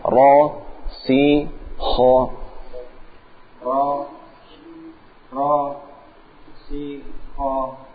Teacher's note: maksudnya ditebalkan itu dinaikkan pangkal lidahnya ro-nya. Bukan ditambah getarannya